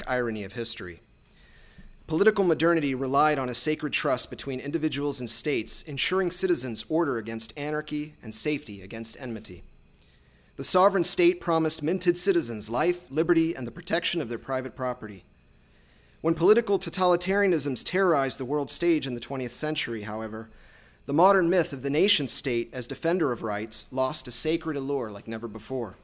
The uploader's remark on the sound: lectures on April 5, 2018 at the University of Chicago's Swift Hall